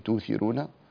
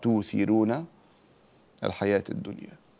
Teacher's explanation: ويبدل الهمزة هنا في توثيرون، ويرقق الراء · Term: ترقيق الراء